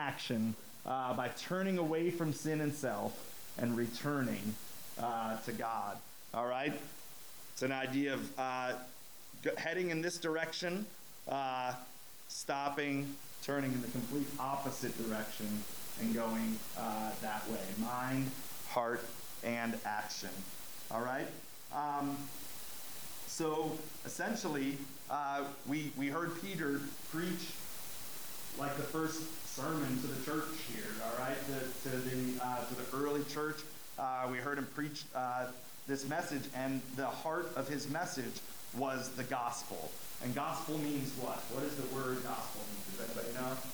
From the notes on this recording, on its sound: We apologize for the audio quality issues on this episode.